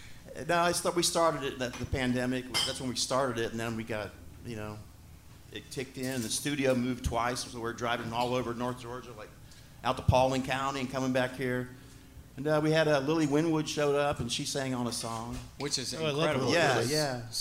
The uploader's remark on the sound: BRAVES COUNTRY PODCAST LIVE at SMITH’S OLDE BAR - PRESENTED BY LIVE AT THE PRINT SHOP!